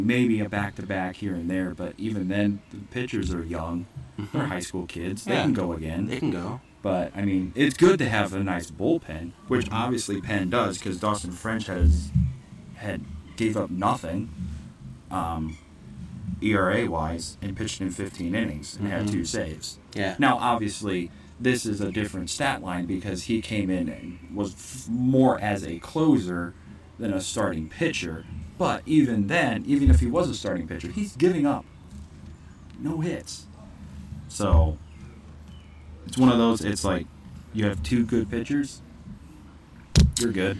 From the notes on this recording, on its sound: live from Potato Creek State Park for the 23rd Annual CCF Church Campout